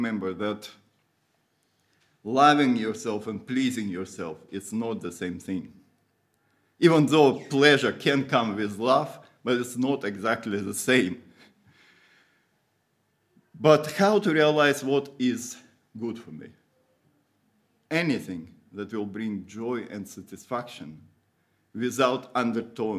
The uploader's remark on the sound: Audio from a sermon in Hatch End